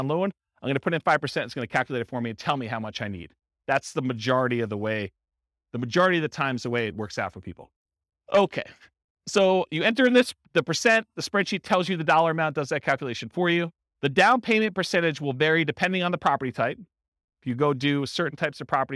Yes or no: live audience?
yes